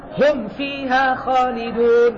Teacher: الواو والفاء تخرجان من الشفتين والميم عندهما أخذت إظهار